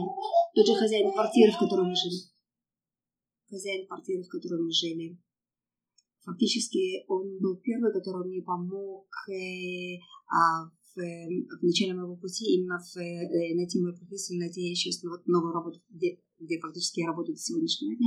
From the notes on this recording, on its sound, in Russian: Подкаст будет немного шумным, так как, несмотря на то, что мы разговаривали в библиотеке, она была совсем не тихой.